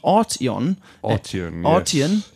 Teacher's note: the emphasis is put on the first syllable